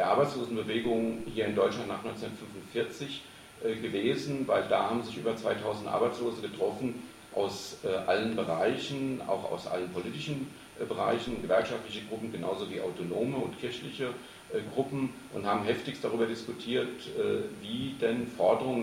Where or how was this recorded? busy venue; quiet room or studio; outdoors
busy venue